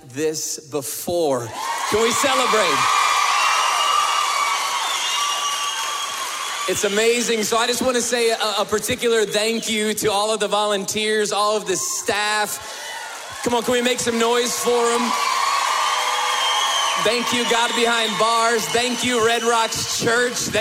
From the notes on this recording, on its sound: we were able to bring the weekend experience LIVE into our campus at the Denver Women's Correctional Facility